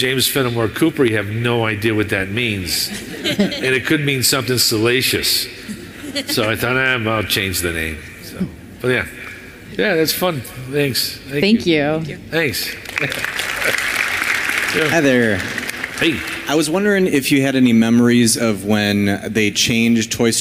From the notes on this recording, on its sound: Hear his live panel from Chicago.